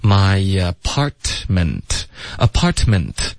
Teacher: 首先 my 跟 apartment 中间会有一个 ye 的音添加进去了